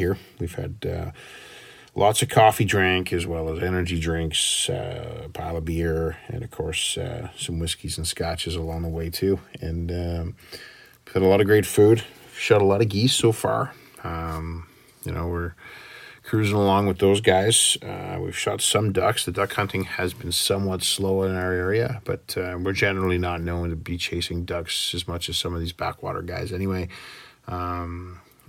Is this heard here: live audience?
no